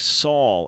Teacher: because Greek does not have a sh sound, that's why you have a name like Saul instead of Shaul